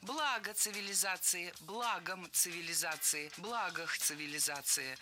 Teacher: При склонении ударение сохраняется на первом слоге.